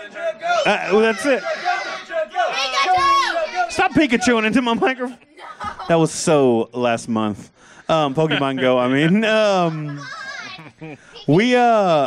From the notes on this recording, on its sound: Live (in front of a studio audience) from Toxic City Comics.